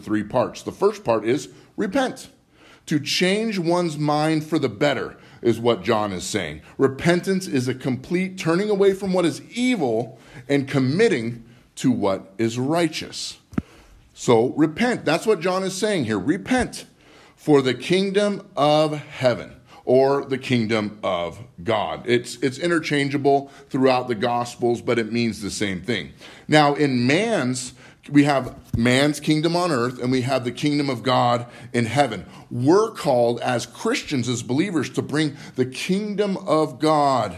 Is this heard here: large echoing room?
yes